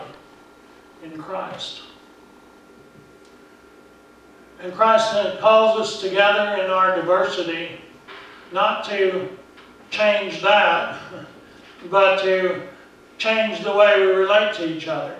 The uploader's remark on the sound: Preached at Briensburg UMC on October 6, 2019